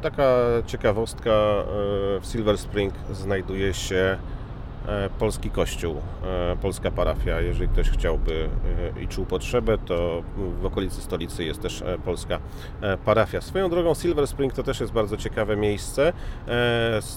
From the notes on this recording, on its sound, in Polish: Podcast z drogi, trasa : Waszyngton-Nowy Jork. Podcast został nagrany w samochodzie podczas podróży na tym odcinku.